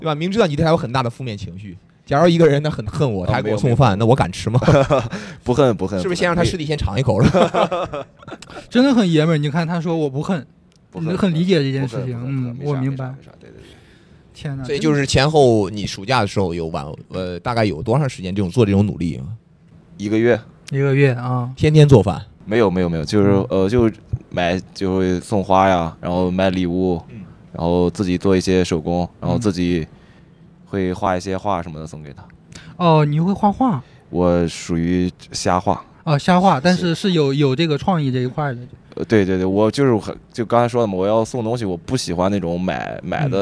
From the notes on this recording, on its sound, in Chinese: 本期为治丧元旦线下录制特辑北京分会场